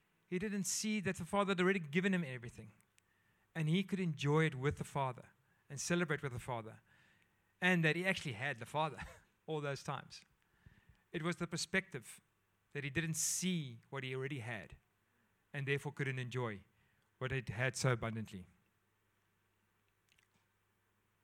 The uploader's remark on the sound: at Joshua Generation Church Mossel Bay PM congregation